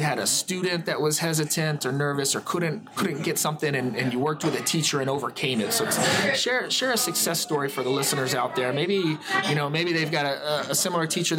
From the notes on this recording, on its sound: We apologize for the noise on this episode, but Hurricane Irma forced us to improvise and record at a local Starbucks.